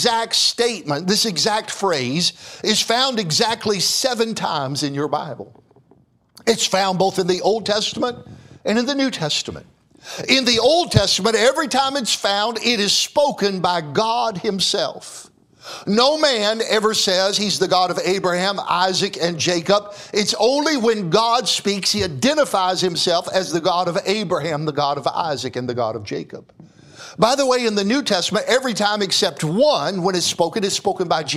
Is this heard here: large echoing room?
yes